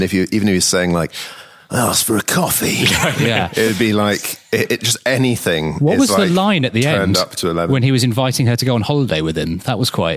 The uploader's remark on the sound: Recorded live at the Big Geekend at Guernsey Museum. We answer questions from the audience.